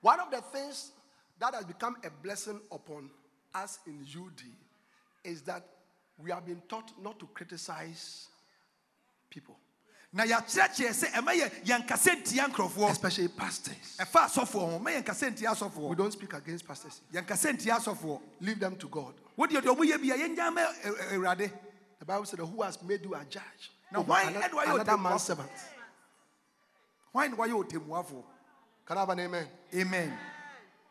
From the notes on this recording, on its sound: Preached at The Life Cathedral, Ofaakor -Kasoa, Ghana.